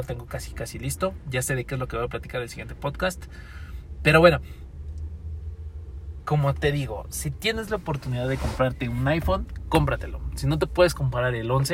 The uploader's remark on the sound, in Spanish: El formato de hoy fue grabado en un auto, no siempre las conversaciones buenas de dan en lugares tranquilos.